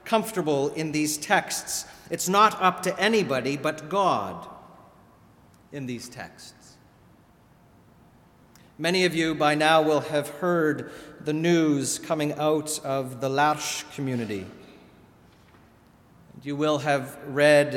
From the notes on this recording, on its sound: Sermon delivered at All Saints Kingsway